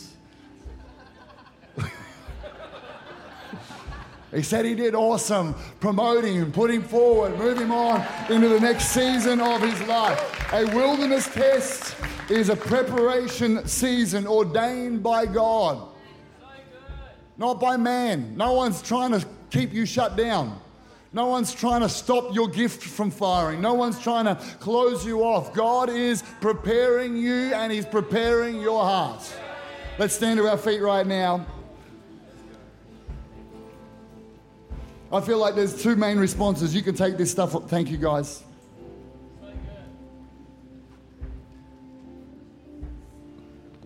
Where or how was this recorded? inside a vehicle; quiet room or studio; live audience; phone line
live audience